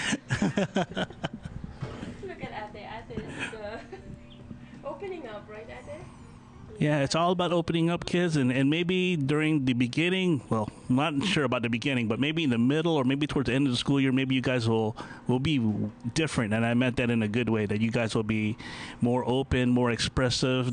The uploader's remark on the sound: How it's like to podcast with a small device and two mics. Recorded on location at Indian Boundary Park in Bolingbrook, IL.